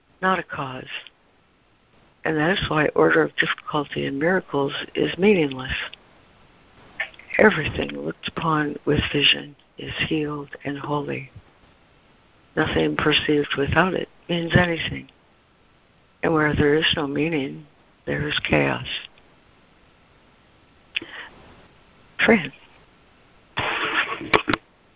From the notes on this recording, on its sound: ACIM Daily Conference Call